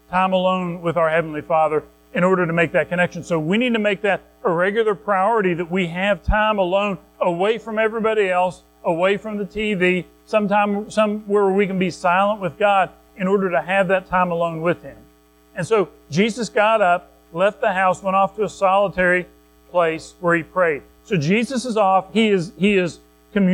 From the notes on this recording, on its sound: Recorded at Madison Baptist Church in Madison WV